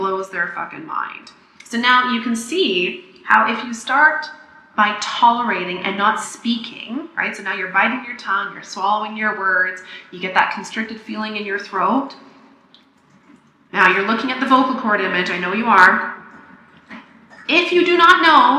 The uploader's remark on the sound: I may sound like I'm doing the podcast inside a tin can, because I did in fact make this in a tin can.